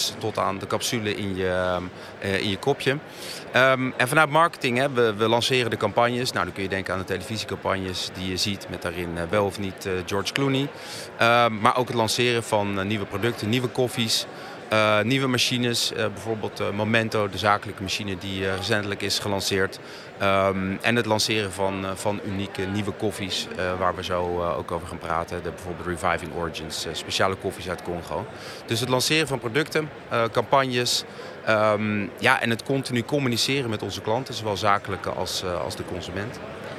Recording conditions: busy venue